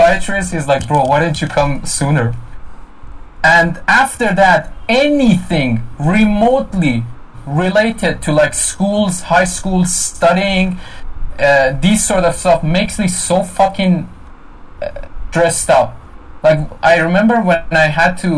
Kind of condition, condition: fault, poor sound quality